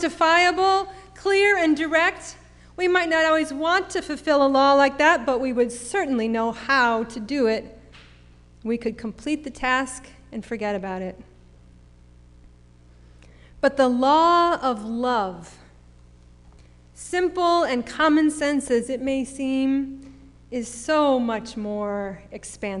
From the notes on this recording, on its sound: Sermon preached at RCHP on October 31, 2021.